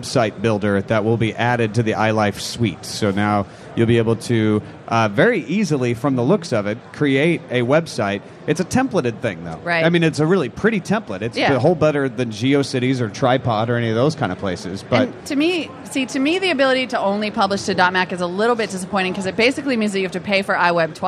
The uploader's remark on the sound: Live from Macworld.